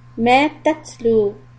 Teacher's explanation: Ma tatlu ta sukun hams. Let the air flow.